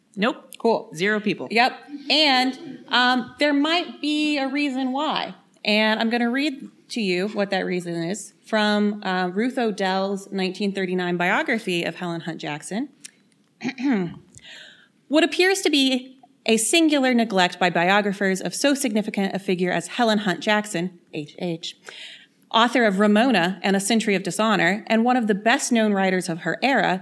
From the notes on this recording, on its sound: Our very first LIVE SHOW, from Cosumnes River College in Sacramento!